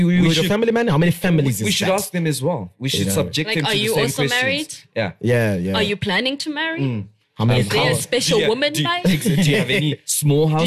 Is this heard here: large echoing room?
no